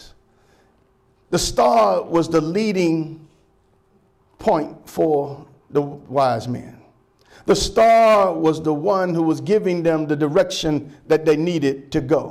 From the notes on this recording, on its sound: Sermon preached from Wesley AME Zion Church.